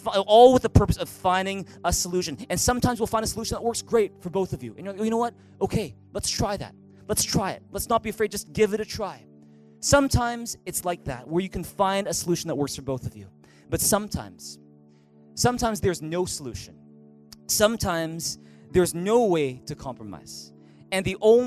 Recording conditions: large echoing room